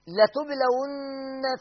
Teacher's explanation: الغنة بتاعت النون المشددة، الحرف الغنة المشدد حركتين، يعني حركتين، لا حركة ونص ولا ثلاثة، حركتين بالضبط، بالمسطرة زي ما بيقولوا، بالميزان.